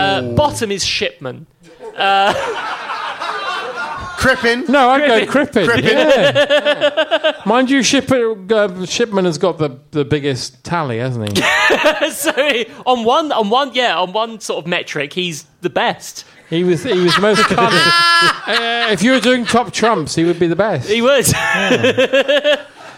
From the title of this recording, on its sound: Live at The London Podcast Festival